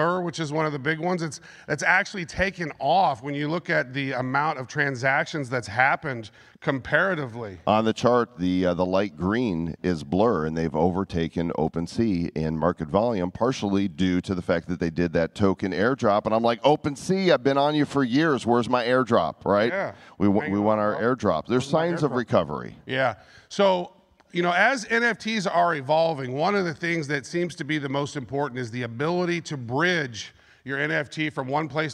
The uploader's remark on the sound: Live from NFT NYC 2023. Hear their entire presentation from the event, right here.